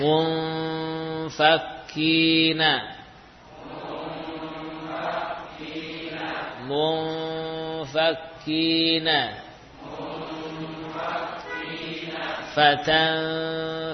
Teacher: Untuk ikhfa nun pada fa, bibir bawah mendekati dua gigi seri atas ya.